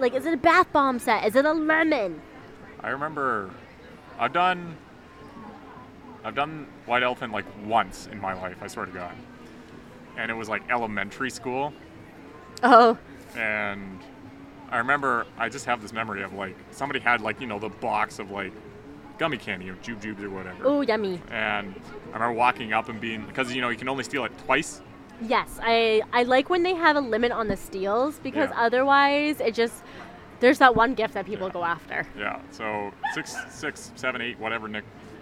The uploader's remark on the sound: We're live on location again at the Shipyards Christmas Market!